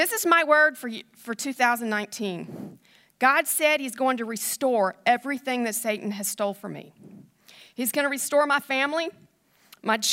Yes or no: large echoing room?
yes